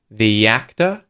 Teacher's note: Instead of saying the, because actor starts with a vowel, we say the and link with a Y sound